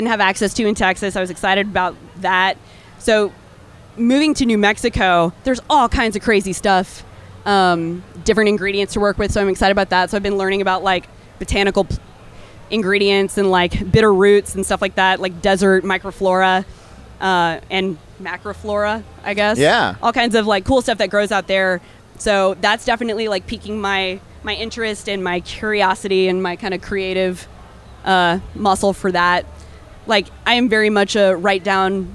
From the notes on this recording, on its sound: A conversation recorded last month at Funk Fest in Nashville, TN. A conversation recorded last month at Funk Fest in Nashville, TN.